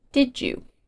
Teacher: with d and y, they can become a j sound